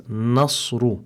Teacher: make sure that the noon is muraqqaqa, so that you pronounce it as nasru